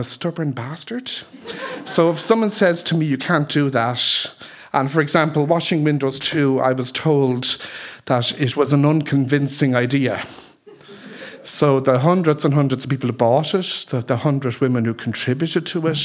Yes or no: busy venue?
yes